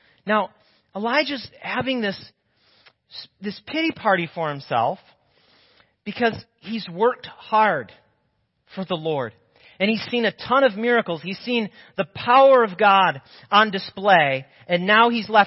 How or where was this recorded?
large echoing room